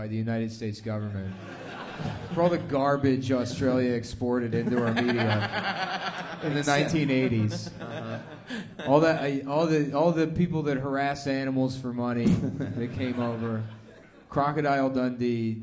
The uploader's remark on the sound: 2018-10-30 Sydney (Live Show)